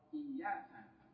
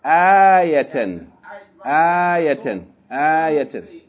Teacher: Because you connecting the fetha sound that's elongated, it's going into the sound of the ya · Shown in: second take · So it gives it a sound of, you know, almost being connected to two different vowel sounds.